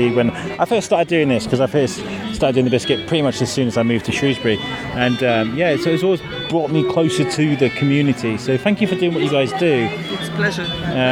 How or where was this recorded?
busy venue